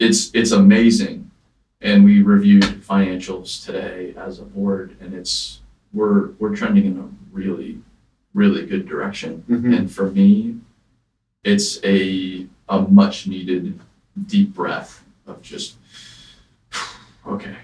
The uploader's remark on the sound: Sorry for the lack of audio quality.